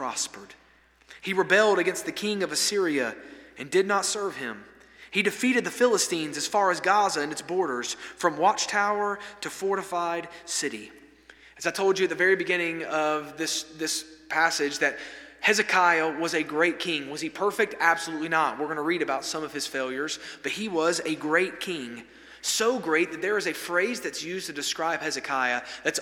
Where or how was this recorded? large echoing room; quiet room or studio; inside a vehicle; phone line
large echoing room